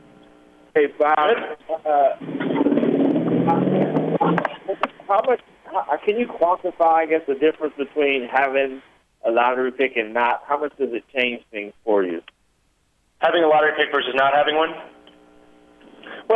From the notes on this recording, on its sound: Conference Call